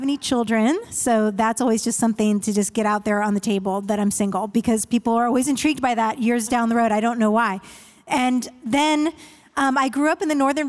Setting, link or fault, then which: setting, live audience